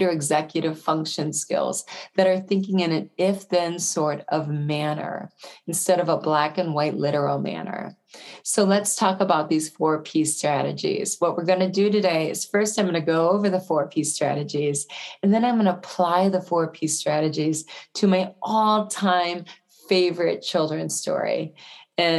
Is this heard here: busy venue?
no